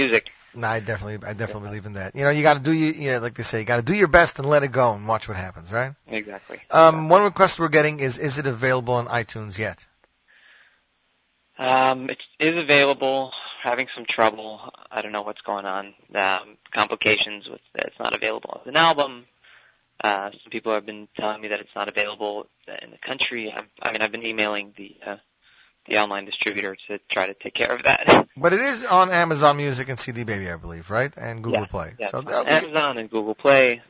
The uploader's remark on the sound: On this week's Z Report LIVE we have a truly Amazing show for you. Will phone in to talk to us.